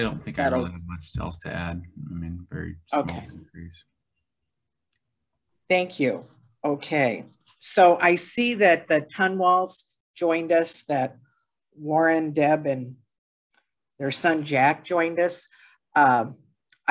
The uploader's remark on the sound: Was held on Zoom due to the pandemic.